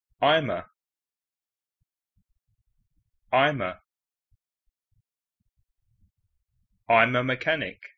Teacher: A mechanic. El sonido vocal se une con el último sonido de I'm.